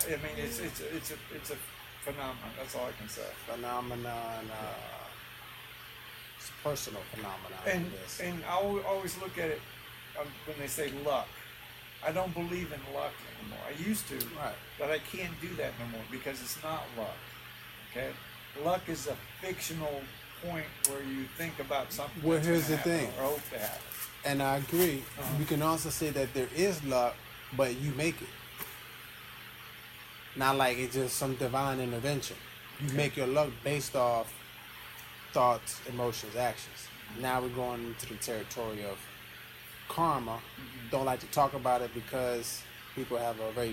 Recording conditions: poor sound quality